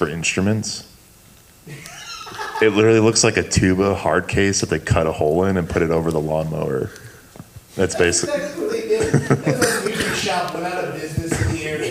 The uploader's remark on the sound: Live at Belvidere Cinema! LIVE from the Belvidere Cinema Gallery as a part of their Six Flags Great America meetup!